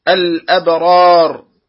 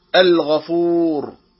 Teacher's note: وتسمى باللام القمرية لظهور اللام ووضوحها في النطق تشبيها لها بالقمر، وللحروف بعدها بالنجوم بجامع الظهور